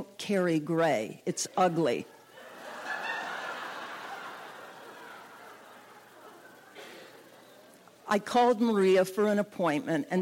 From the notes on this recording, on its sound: Introduces herself before telling a story in front of a live audience, at Lip Service. She tells her story in front of a live audience in Miami. Many of the audience members are over 40 years old.